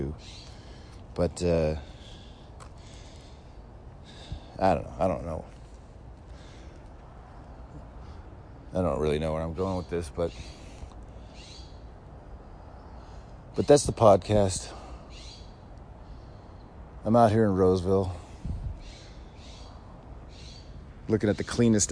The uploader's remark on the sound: Coming to you live from an alleyway in Roseville and damn if it isn’t the cleanest alleyway in the tri-state area.